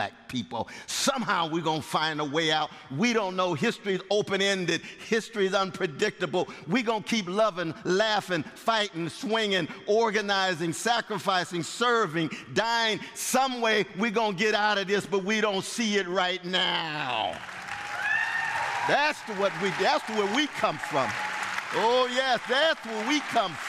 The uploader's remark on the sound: It was recorded in front of a live audience of more than 1000 at Westminster Presbyterian in Downtown Minneapolis on May 20, 2023.